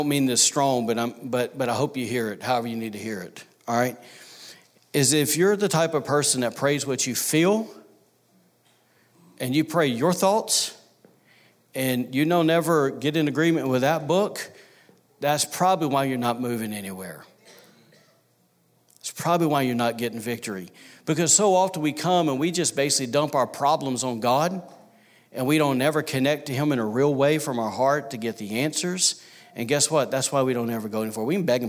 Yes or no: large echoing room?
yes